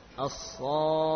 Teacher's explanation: masuk ke kha dengan menaikkan nada